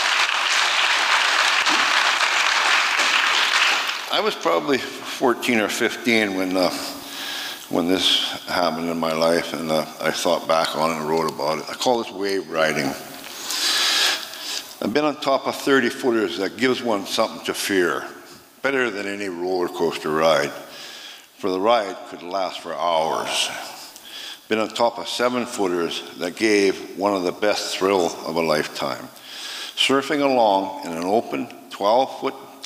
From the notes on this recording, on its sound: 2023 FPG-Liberty Theatre-Friday Night. Recorded at the Liberty Theatre on Friday, February 24th, 2023.